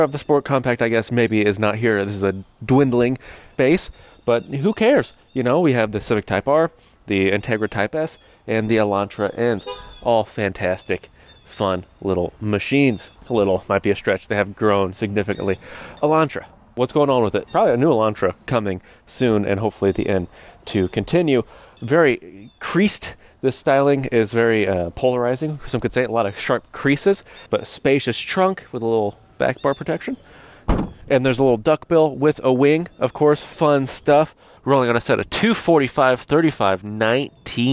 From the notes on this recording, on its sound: takes you along for a live drive review